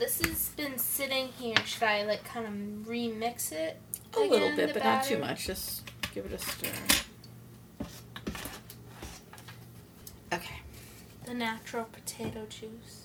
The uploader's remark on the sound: This episode plays out a little differently than others as the mother-daughter duo step into the kitchen to live cook one of their favorite dishes.